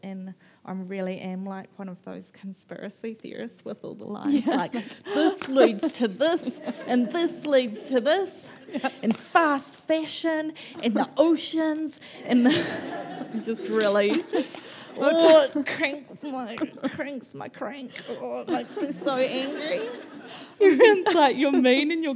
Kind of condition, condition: setting, busy venue